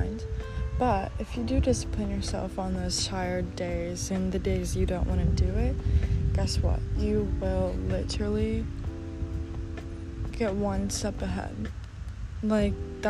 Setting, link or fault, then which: fault, background noise